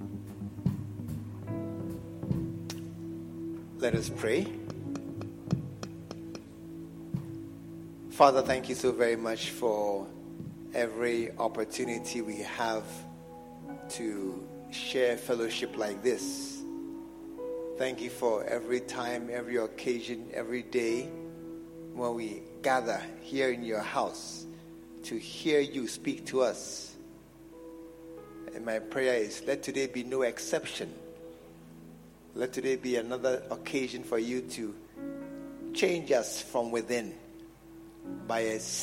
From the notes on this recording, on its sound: preached at the True Vine Cathedral, Bantama